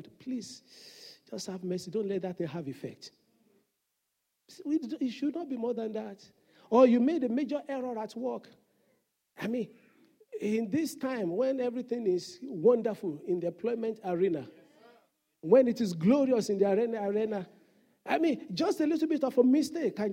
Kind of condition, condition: setting, large echoing room